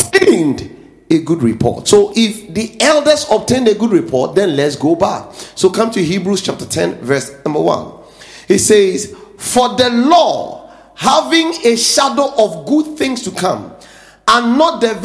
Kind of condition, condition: setting, large echoing room